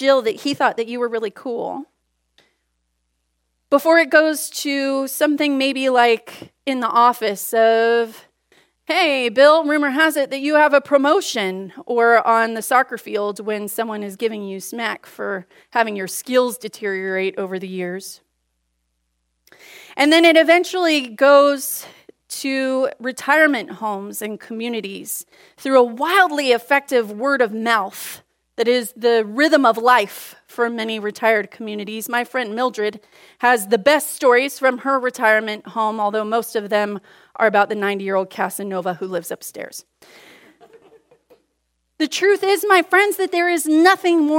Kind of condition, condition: setting, large echoing room